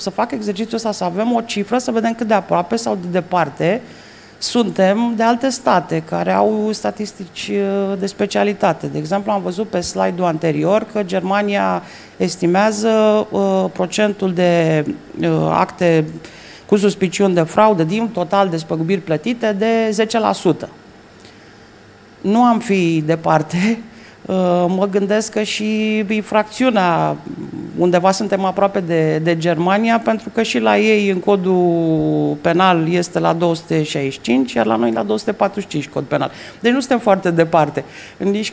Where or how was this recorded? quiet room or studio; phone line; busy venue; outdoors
busy venue